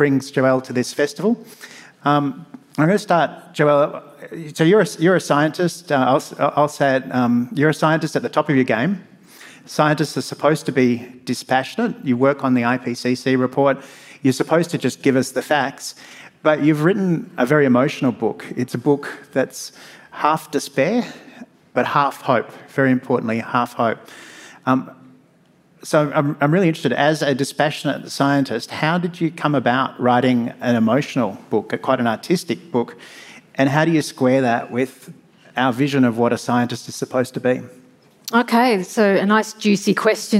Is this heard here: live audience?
yes